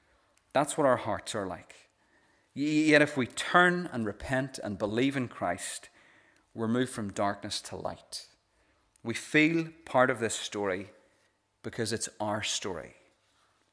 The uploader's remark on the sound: This is the recording of the Bible reading and sermon from our evening service on Sunday 26th March 2023.